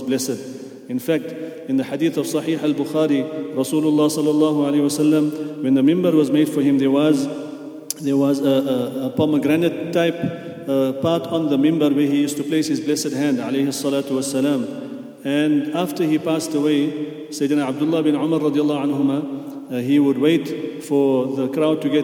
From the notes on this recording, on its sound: At the Houghton Masjid (West Street).